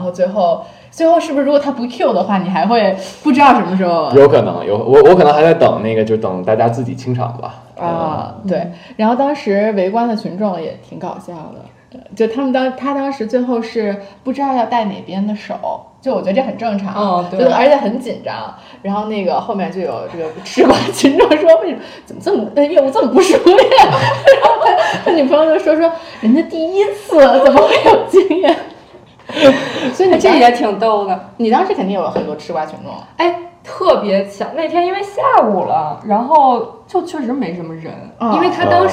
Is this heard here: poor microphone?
yes